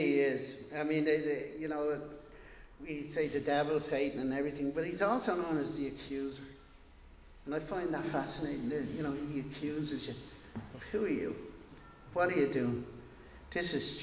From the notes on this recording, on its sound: Recorded live in Liberty Church on 12 June 2022.